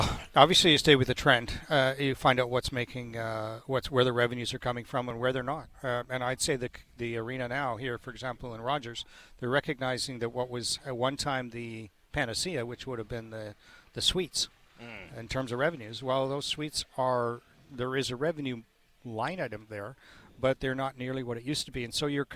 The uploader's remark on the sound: broadcast live from the Canucks Alumni Classic at Northview Golf & Country Club